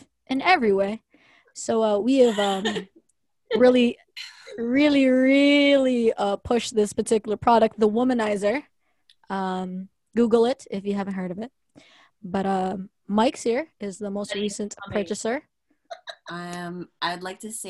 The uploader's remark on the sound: This episode we are on another zoom session